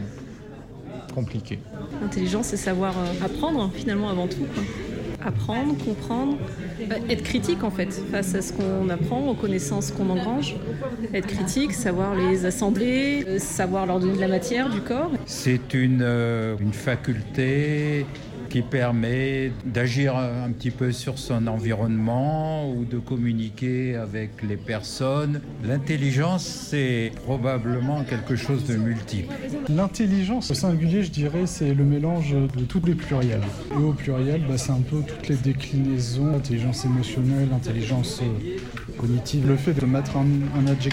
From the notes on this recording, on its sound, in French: Un podcast enregistré en public. Dans le cadre de « Génial ! Une expo sur les intelligences » accueillie et animée par La Rotonde.